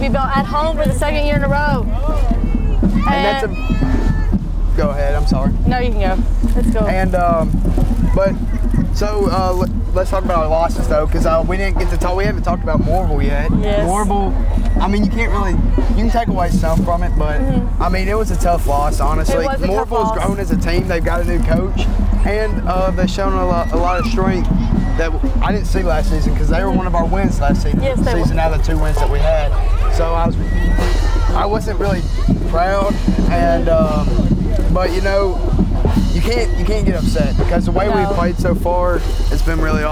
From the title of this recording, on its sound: Live from the homecoming parade!